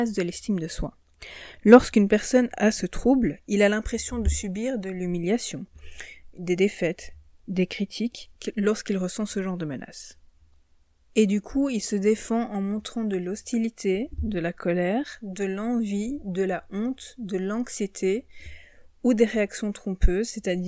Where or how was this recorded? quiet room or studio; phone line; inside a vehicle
quiet room or studio